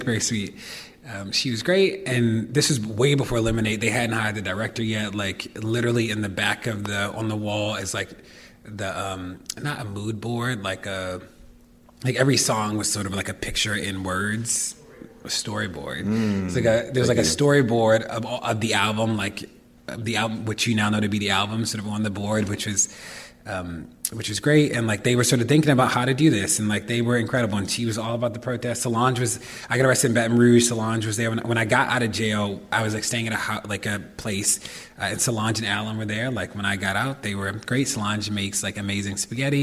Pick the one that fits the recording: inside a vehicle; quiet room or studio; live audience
live audience